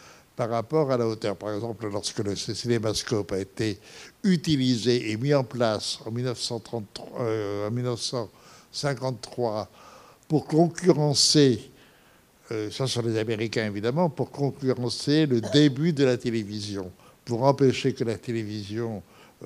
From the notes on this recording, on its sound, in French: Enregistrement intégral de l'intervention. Suite à la projection du film en février 2017 au Centre des arts d'Enghien-les-Bains.